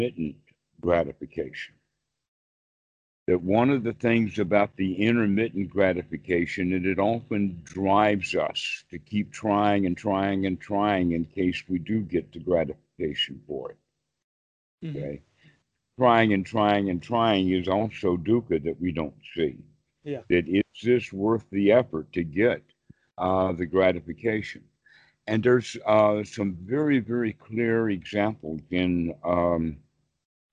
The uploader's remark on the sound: skype calls on this channel